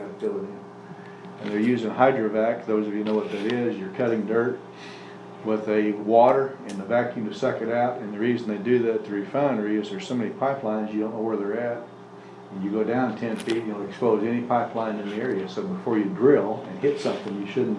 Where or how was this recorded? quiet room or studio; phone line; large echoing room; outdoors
large echoing room